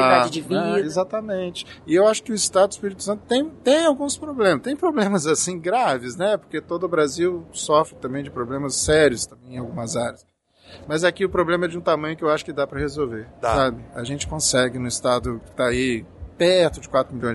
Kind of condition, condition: setting, busy venue